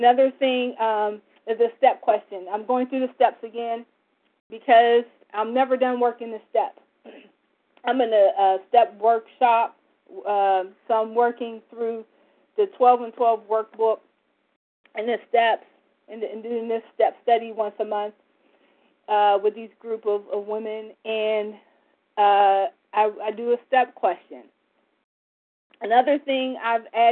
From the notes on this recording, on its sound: from the 100 Pounders Phone Meeting, 1/24/24